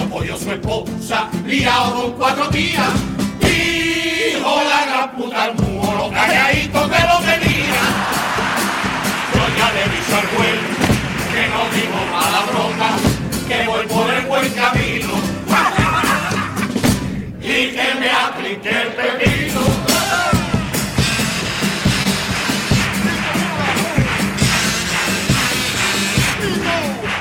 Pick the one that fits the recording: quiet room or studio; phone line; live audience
live audience